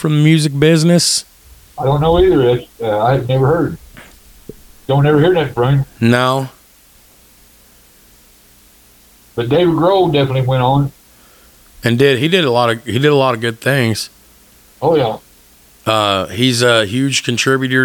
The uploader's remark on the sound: Record remote from two different locations over the phone, testing out their new $50 equipment mod.